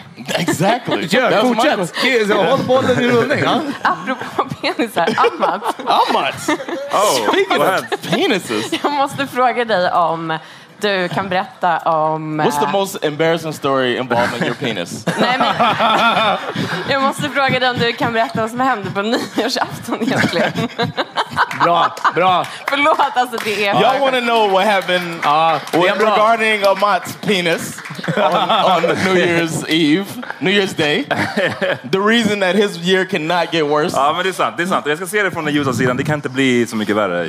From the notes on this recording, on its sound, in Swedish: LIVE-avsnitt från podstudion i Kulturhuset i Stockholm. Live at Kulturhuset. Denna vecka släpper vi vårt hypade LIVE-avsnitt från podstudion i Kulturhuset i Stockholm.